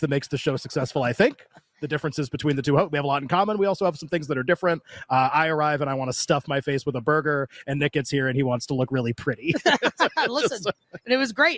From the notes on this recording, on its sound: LIVE FROM VEGAS. LIVE FROM LAS VEGAS at Mandalay Bay!